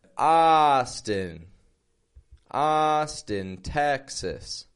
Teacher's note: notice again the contrast in the syllable stress. Austin, strong, weak.